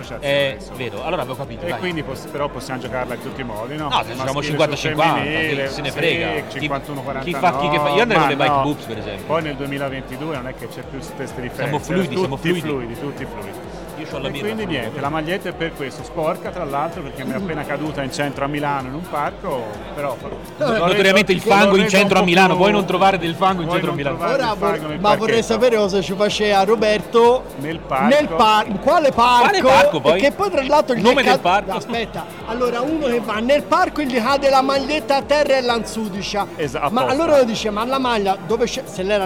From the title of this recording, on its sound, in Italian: Quasi Live da Upcycle Trail Weekend